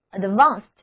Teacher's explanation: 字母组合 ed 在这里读作清辅音 t